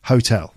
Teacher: We pronounce the T. You can't do a glottal stop with that word.